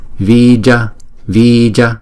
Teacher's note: chữ y là hai nhịp, chữ ja là một nhịp